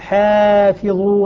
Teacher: فيقول حافظوا رققت الألف تبعا للحاء